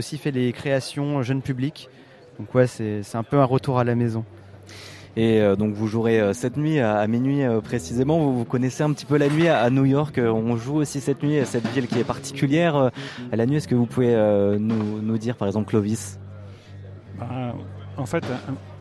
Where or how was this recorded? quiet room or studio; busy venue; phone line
busy venue